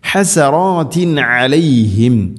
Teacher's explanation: തൻവീന് ശേഷം ഐൻ വന്നാൽ ഇദ്ഹാർ, അവിടെ മണിക്കരുത്, വെളിവാക്കി ഉച്ചരിക്കണം.